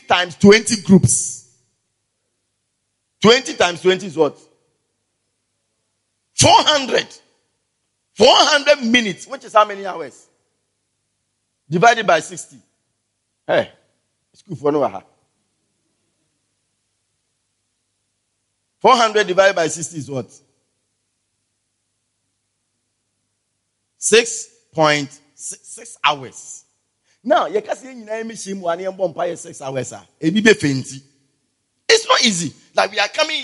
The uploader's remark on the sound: Preached At The Everlasting Father Cathedral